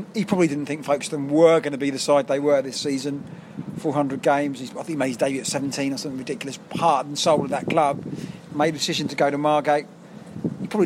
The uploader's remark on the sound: took up residence in their favourite beer garden for the third time to do a live record